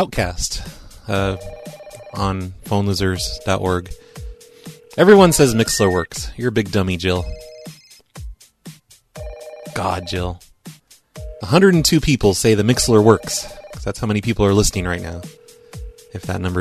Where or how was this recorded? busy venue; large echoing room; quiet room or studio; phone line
phone line